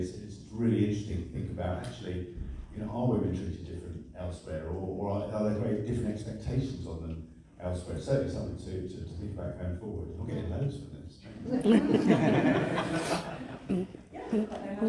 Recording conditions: live audience